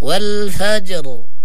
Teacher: إذن ترقق الراء حال الوصل، فإذا وقفنا عليها فخمناها